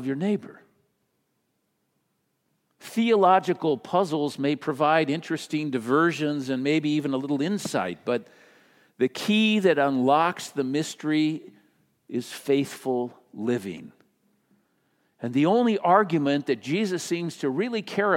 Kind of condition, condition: setting, large echoing room